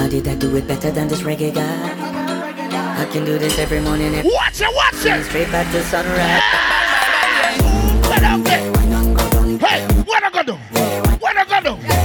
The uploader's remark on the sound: LIVE AT STRIPPER FEST NOV.10TH 2023